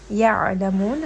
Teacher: ayn is going to have tawassut, and then this is going to be from the throat. يَعْلَمُونَ، and then we end here on a four count madarid للسكون.